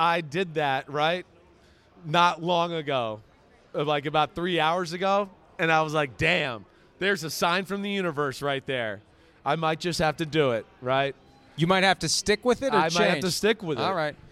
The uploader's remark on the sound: Live Audience Show from Las Vegas!